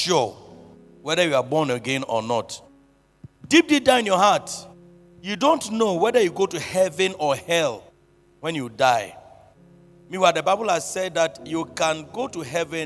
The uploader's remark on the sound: Preached at the Truth Cathedral